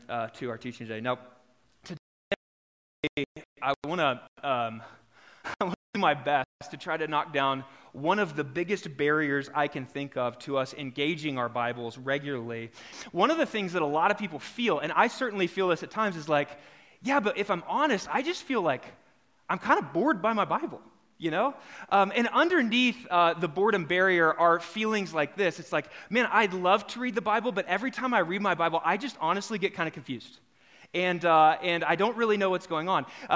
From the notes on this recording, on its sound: The following episode is a live recorded sermon from the Sunday gathering at The Heights Church Denver